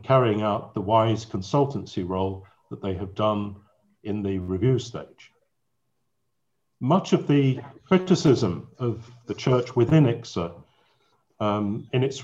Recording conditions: video call